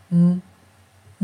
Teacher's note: 其实我们是用鼻音啊，用鼻腔里面来发的